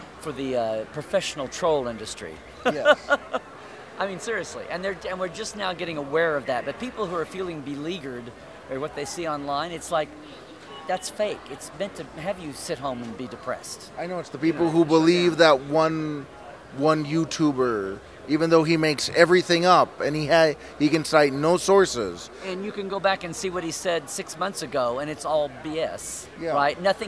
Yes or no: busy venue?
yes